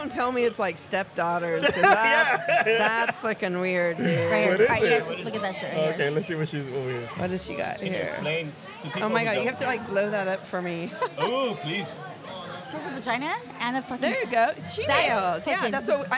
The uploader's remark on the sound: They bring the excitement to you as they record live at Athena's Affairs, a renowned venue for Adult Parties. Throughout the night, you can expect to hear from various guests immersed in the lifestyle, including unicorns, bulls, groups and couples.